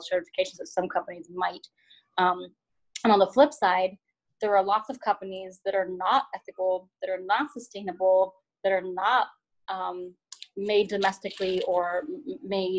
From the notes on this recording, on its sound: Sound quality will improve when interviews can be done properly after self-isolation.